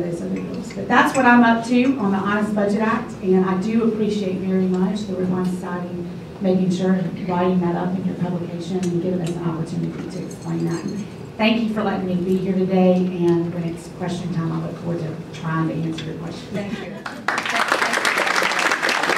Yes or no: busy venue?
yes